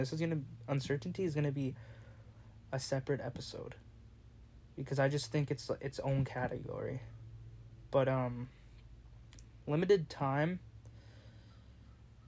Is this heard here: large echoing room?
no